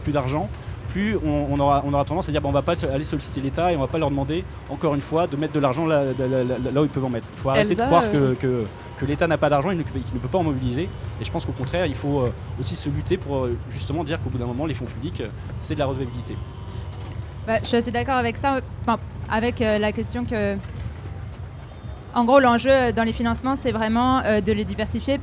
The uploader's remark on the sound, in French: Emission spéciale au Festival de l’Engagement ! Radio Campus Paris a délocalisé son studio au beau milieu de la Place de la République pour interroger les associations présentes au Festival de l'Engagement.